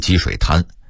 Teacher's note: 潭的读音是二声潭，但北京人一般都念一声滩